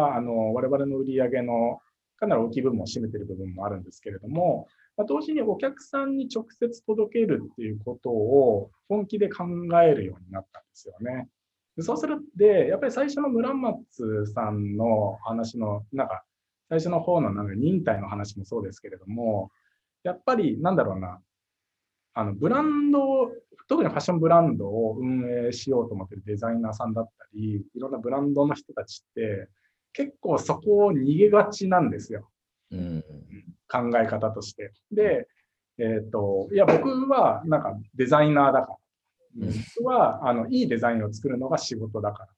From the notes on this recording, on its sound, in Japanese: Zoom」を使用して収録されました